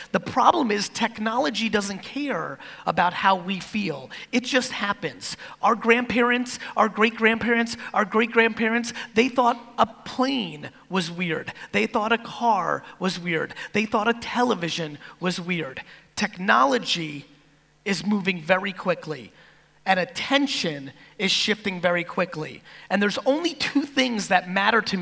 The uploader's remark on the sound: National Achievers Congress - Kuala Lumpur Keynote